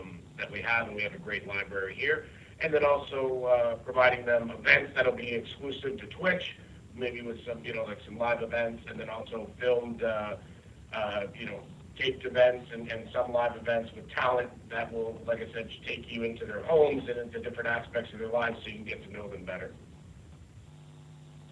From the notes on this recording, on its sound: This is the full audio for the Impact Wrestling Media Call held earlier this morning.